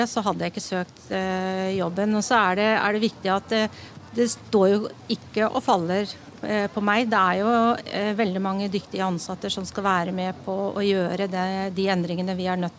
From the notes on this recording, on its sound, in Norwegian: Denne gang har OA Podden gått Live på Fahlstrøm Bar & Grill i Gjøvik.